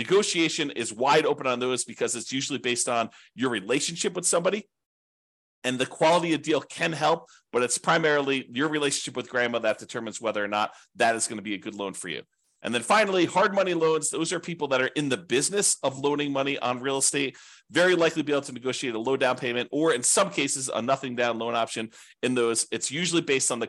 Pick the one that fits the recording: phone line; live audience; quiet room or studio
quiet room or studio